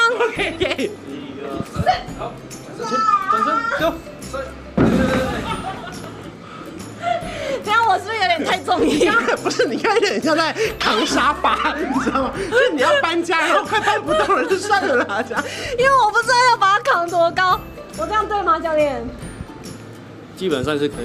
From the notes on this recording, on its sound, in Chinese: 我來到活動現場。UA武裝擂台賽 誰敢來挑戰》。